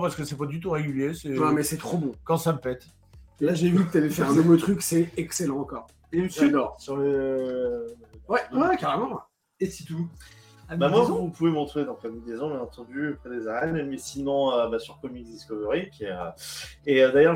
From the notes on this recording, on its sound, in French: APÉRO COMICS #21 à Montpellier. Désolé pour le son de moins bonne qualité qu'à l'accoutumée mais le Setup fut "de voyage" pour cet apéro.